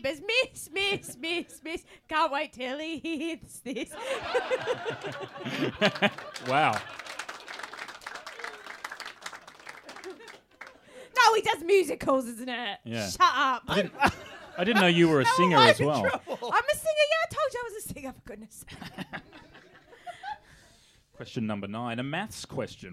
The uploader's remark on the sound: Recorded LIVE in front of a sold out crowd at the Melbourne International Comedy Festival 2021.